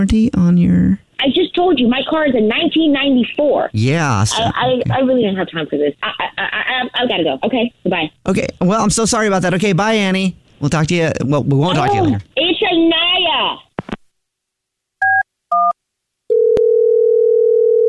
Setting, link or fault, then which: link, phone line